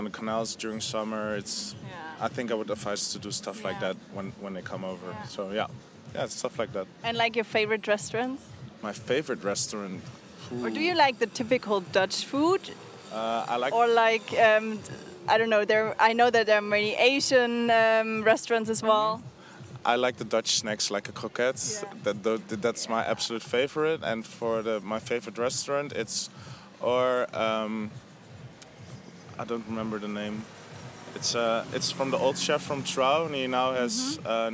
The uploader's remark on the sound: This interview was recorded with summer feelings during the Lighthouse Festival 2018 in Croatia.